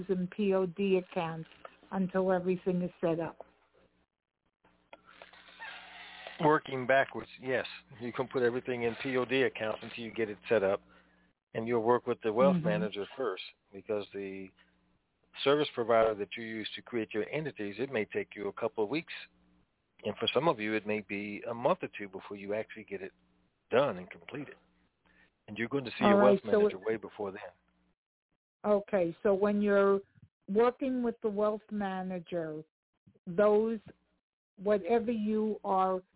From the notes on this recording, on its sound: TNTSuperfantastic Conference Call.